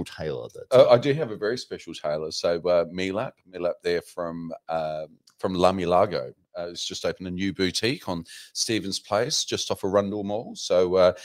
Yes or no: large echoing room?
no